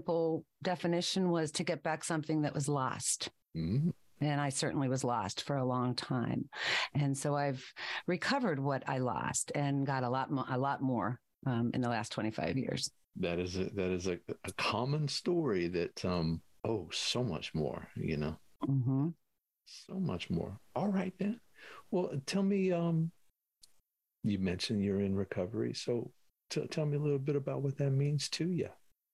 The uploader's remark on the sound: In Raleigh, NC and Martinsburg, WV on Zoom.